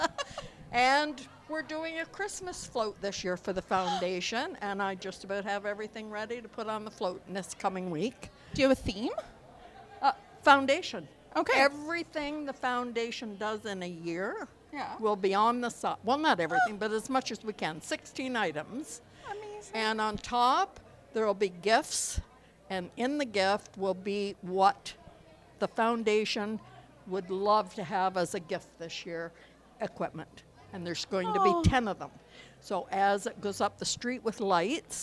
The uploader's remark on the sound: The amazing Trenton Memorial Hospital Foundation team invited the Babes of Quinte podcast to record "live" at the Boots and Bling Gala.